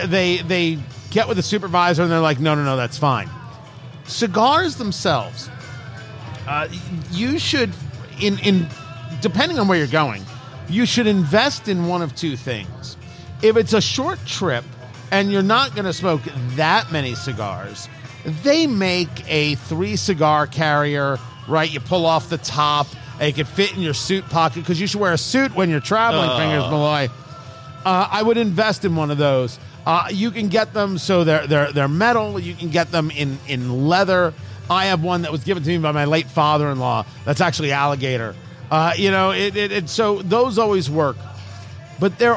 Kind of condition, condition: setting, busy venue